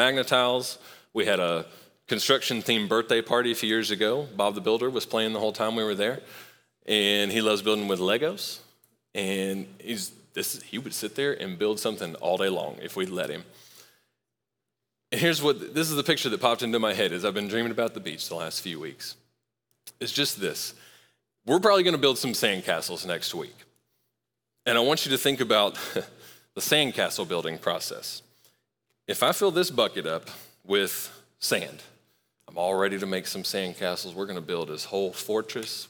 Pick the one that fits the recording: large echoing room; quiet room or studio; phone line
large echoing room